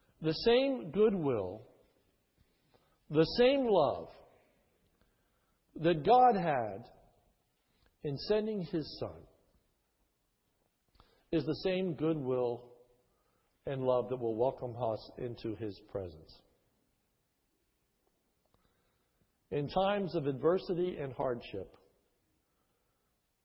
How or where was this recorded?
large echoing room